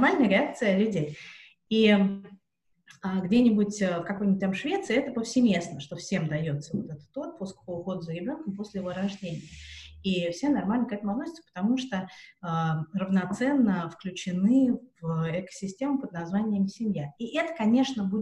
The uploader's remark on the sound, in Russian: Запись «карантинная» - через zoom. Запись «карантинная» - через zoom.